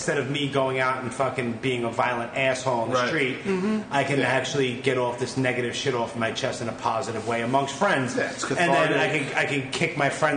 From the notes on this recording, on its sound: We met up in midtown Manhattan. After a couple places to record fell through, we settled into the upstairs portion of an Indian restaurant.